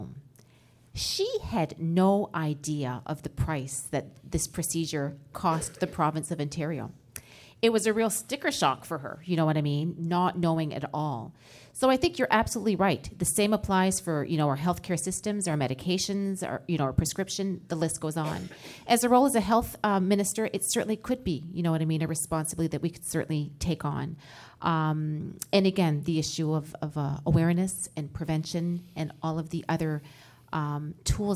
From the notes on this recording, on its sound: In the Canada 2020 studio. Questions from a live studio audience.